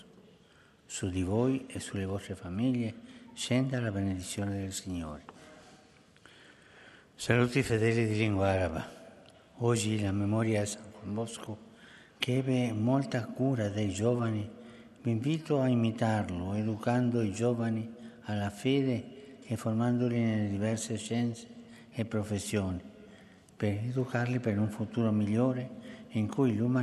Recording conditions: live audience